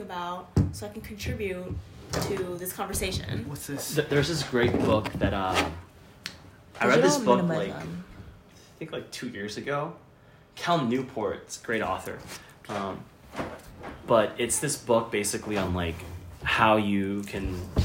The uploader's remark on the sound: Excuse the random background noise, still getting a hang of equipment.